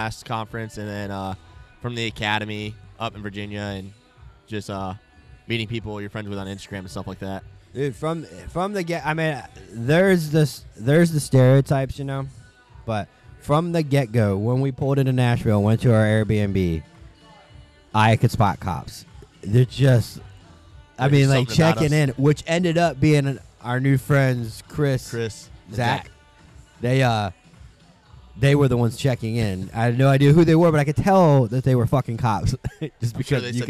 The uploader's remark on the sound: take a break from vending at the Refracted Wolf Apparel booth